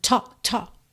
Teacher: E o L dessa palavra talk também não é pronunciado.